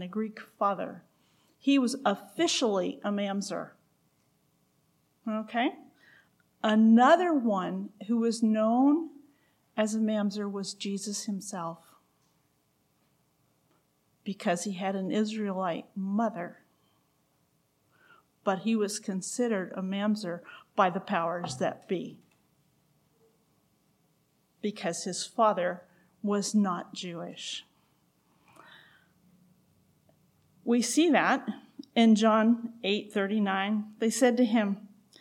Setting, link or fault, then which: setting, large echoing room